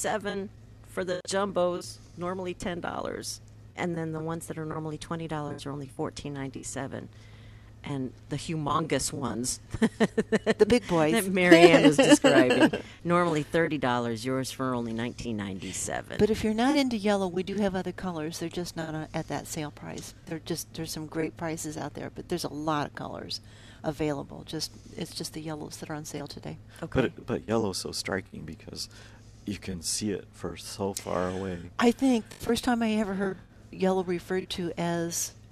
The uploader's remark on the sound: live from Prairie Gardens